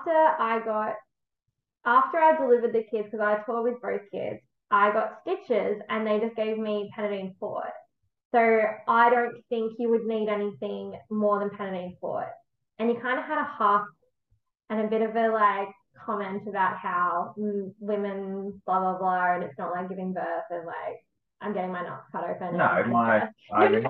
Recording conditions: poor microphone